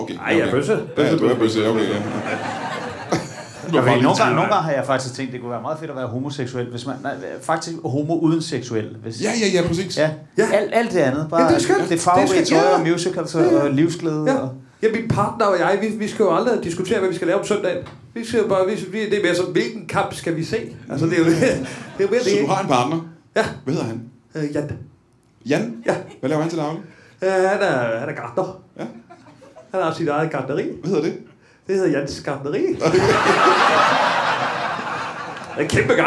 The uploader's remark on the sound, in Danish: LIVE fra Det Bruunske Pakhus i Fredericia